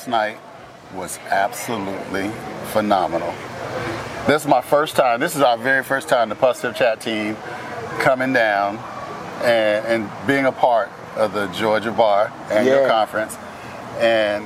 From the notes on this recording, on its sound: at the 2023 Annual State Bar of Georgia Conference